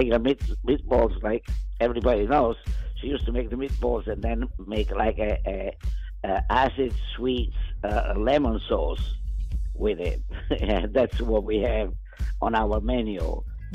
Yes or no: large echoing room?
no